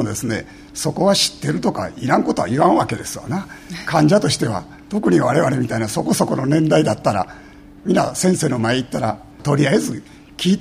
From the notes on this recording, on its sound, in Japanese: 公開録音特集の後編